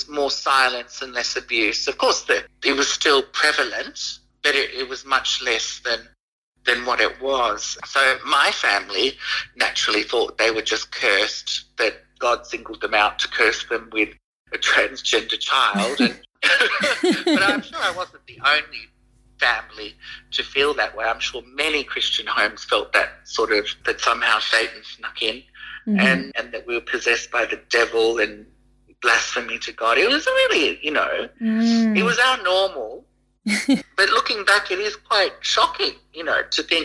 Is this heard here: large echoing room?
no